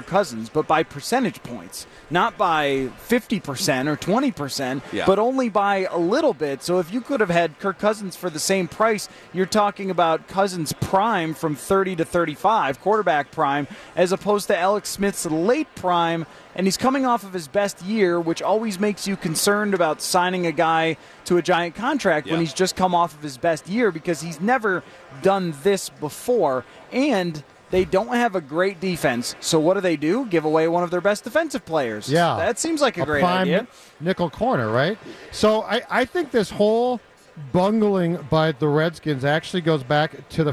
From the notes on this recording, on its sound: Live from Radio Row all week.